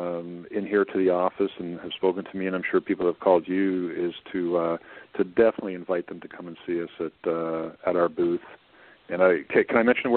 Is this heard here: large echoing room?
no